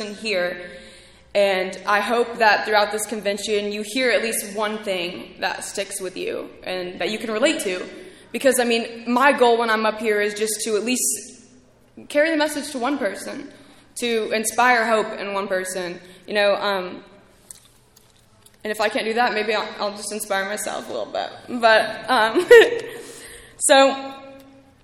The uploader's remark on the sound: speaking at ARVANA convention 3/2023